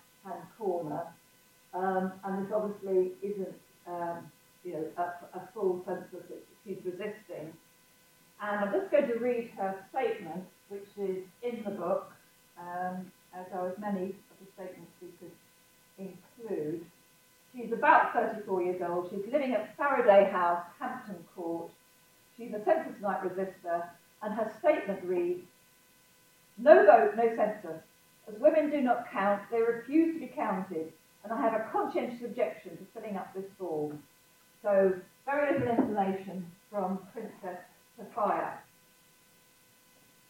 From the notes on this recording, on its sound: We apologise for the poor sound quality of this live recording. This talk was part of The National Archives' Diversity Week.